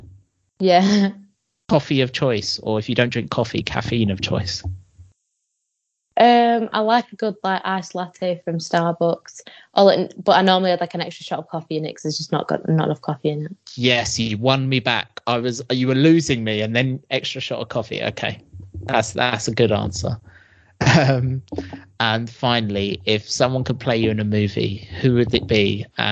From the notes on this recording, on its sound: I had to use the dreaded Skype for this interview so the audio is not the best at times